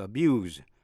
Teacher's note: Vậy chữ abuse, động từ hay danh từ viết giống nhau, nhưng mà động từ abuse phát với âm z